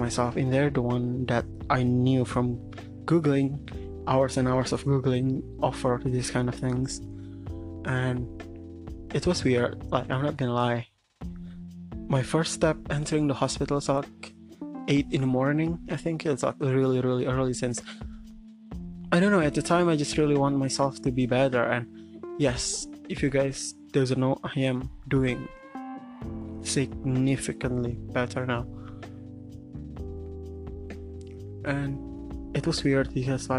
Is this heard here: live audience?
no